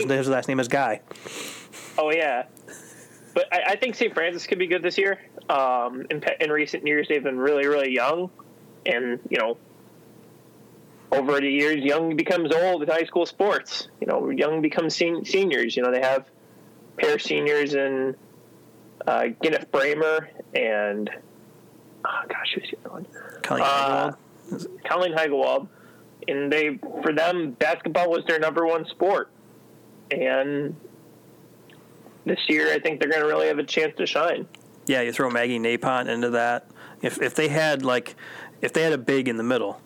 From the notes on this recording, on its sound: Manage to somewhat overcome both some gnarly winter weather and a few technological hiccups. On the phone — which is the backup to FaceTime which is the backup to in-person.